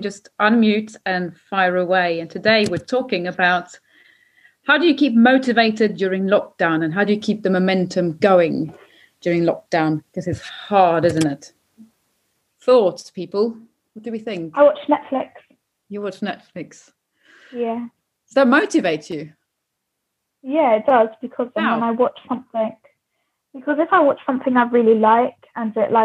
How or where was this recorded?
video call